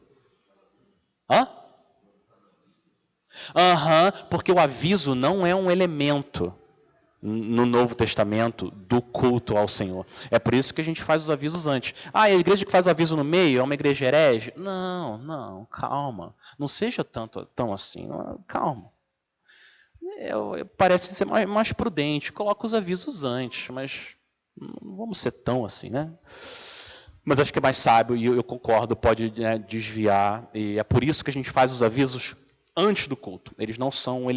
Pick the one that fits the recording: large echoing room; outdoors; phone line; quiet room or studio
large echoing room